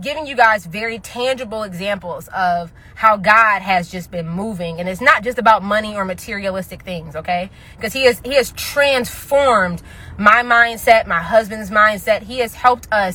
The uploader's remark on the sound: I recorded this episode while running errands